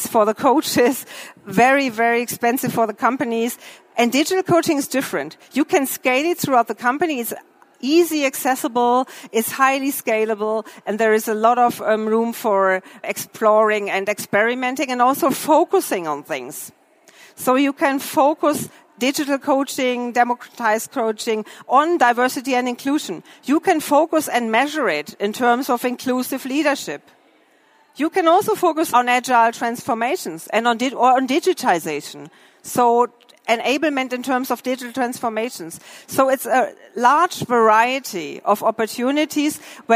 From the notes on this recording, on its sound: The lecture was recorded during the herCAREER-Expo.